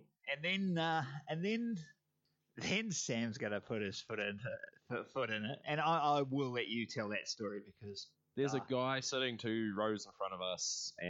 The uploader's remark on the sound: We went on a road trip to the Tropfest film festival over the weekend in Taranaki. Apologies for the slightly weird audio, we thought we would try something different, but it didn't work.